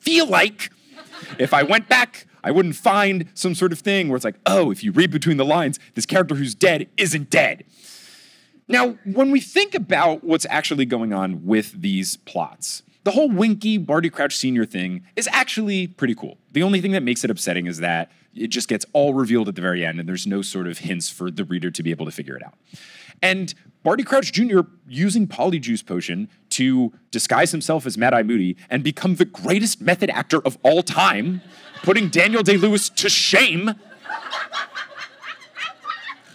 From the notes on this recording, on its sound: LIVE in Milwaukee! From the Milwaukee live show on June 20, 2022.